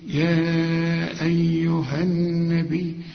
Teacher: يبقى بشبك الهاء مع النون. النبي كل نون في القرآن مدام عليها الشدة لازم تغن.